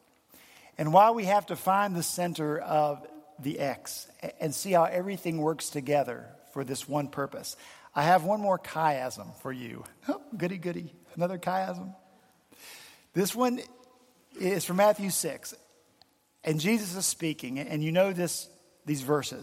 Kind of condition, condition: setting, large echoing room